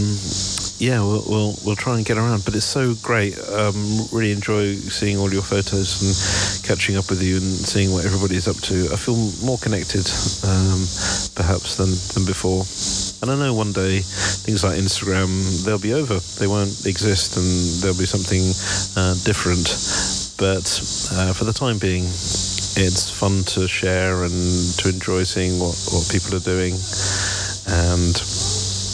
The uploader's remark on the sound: Here are a selection of short audio clips, often recorded on the move as I'm traveling, these include letters to home from our new life in Pittsburgh, but also postcards from other places.